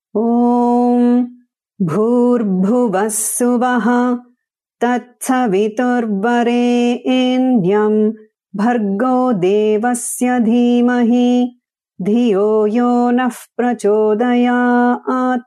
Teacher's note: In Veda, we use only 3 notes, and there are some nuances around these 3 notes. So the chanting remains in a range of middle, half note up, half note down, a meditative range. And it's rather brisk and austere sounding in that sense. · Term: swara